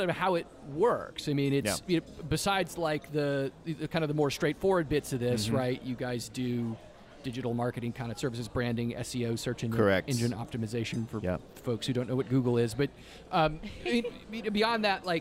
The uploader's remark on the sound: This IRL edition of Out to Lunch Acadiana was recorded live over lunch at Tsunami Sushi in downtown Lafayette.